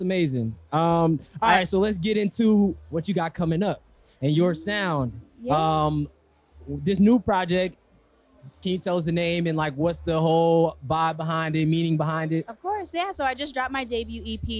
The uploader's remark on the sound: Featuring seven interviews conducted live during the recent Digilogue Day music and tech festival hosted by Digilogue.